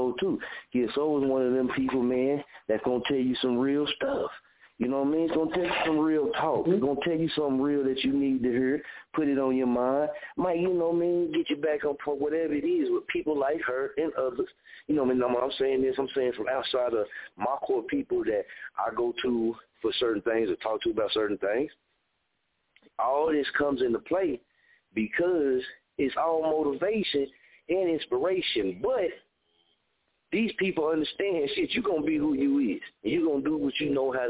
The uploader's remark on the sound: Guest Caller calling into the show tonight!!!!